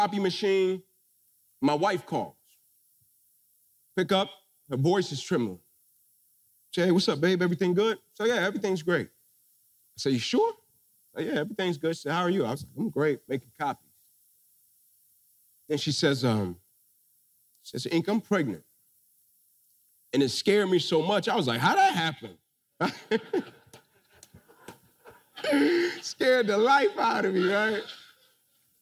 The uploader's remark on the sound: Keynote Speech Transform Conference 2022